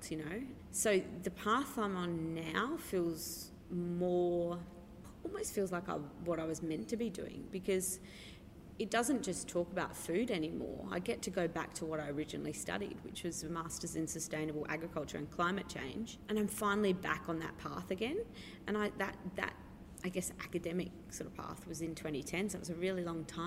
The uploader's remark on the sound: Recorded at the bookstore Better Read Than Dead on the night of the launch